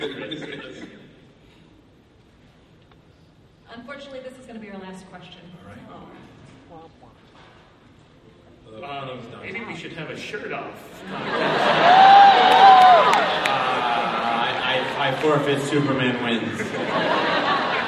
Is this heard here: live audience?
yes